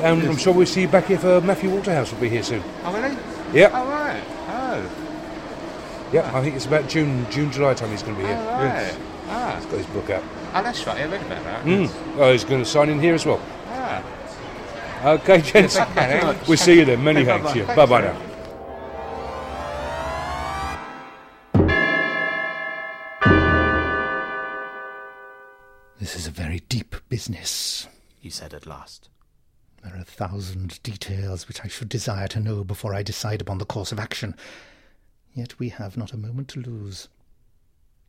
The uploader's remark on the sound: This episode was recorded at a signing event. At Waterstone’s, Lakeside, Thurrock. Sadly the podcaster roundtable recording audio wasn’t usable.